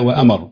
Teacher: اي مشدد عندي اذا وقفت عليه اخذ بزمن الحرفين